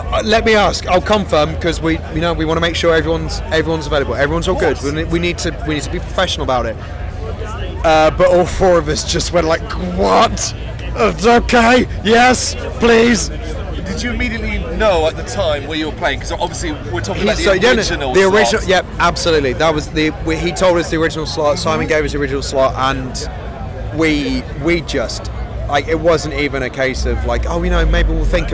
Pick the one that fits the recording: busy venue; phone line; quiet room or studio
busy venue